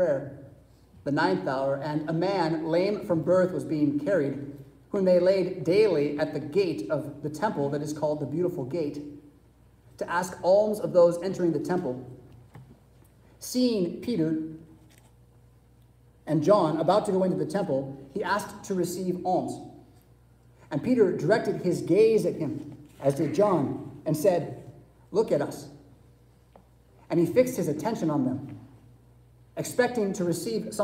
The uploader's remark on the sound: Preached at St Paul Lutheran Church , Rockford, Illinois on Sunday April 23, 2023.